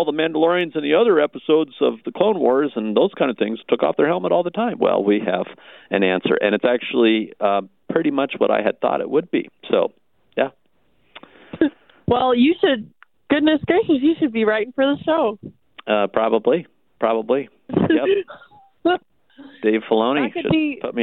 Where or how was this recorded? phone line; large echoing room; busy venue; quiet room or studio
phone line